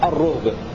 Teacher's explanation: شعبة وحمزة والكسائي وابن عامر يقرؤون بضم الراء وسكون الهاء